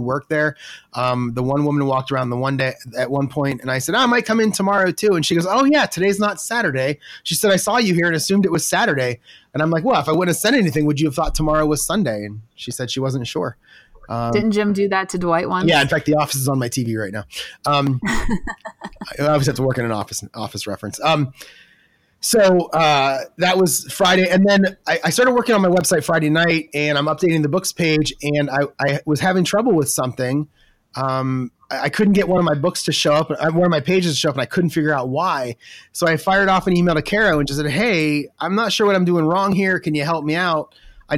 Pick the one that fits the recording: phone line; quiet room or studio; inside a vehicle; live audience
quiet room or studio